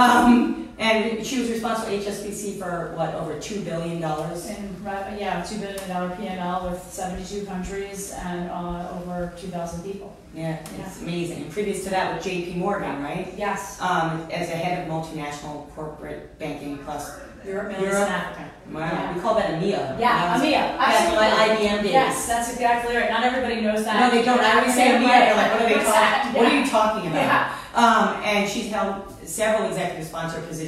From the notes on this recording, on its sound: This was filmed LIVE at Luminary NYC.